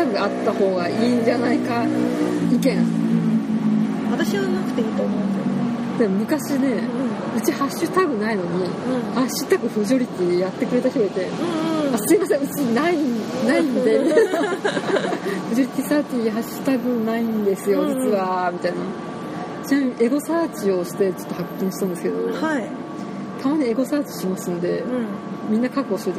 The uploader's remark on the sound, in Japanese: 今回も屋外収録ですので、大変お聞き苦しいかと思いますがご容赦下さい。